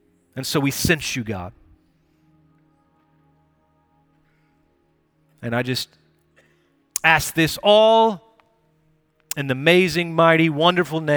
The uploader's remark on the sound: Recorded Live at Brookwood Church.